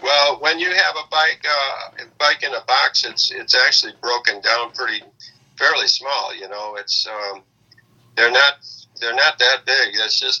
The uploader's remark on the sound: Recorded at via phone in Grand Rapids, Michigan, and Traverse City, Michigan.